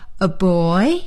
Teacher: 比如我说 aboy，我用升调